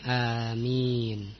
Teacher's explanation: amin dengan dimad dipanjangkan dan diringankan mimnya